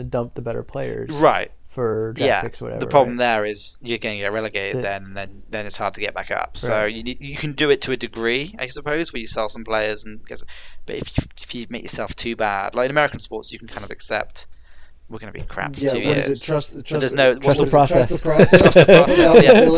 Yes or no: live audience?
no